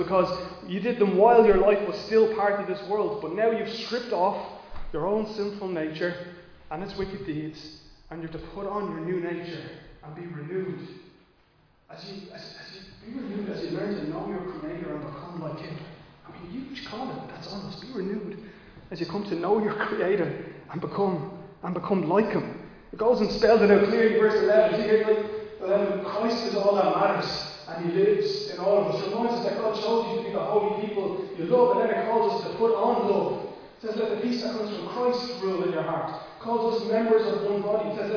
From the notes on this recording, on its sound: Recorded live in Liberty Church on 26 June 2022